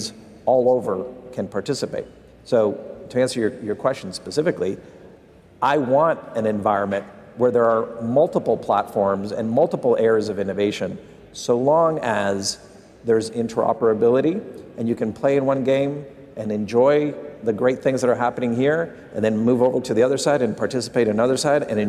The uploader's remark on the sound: live from Consensus in Austin, Texas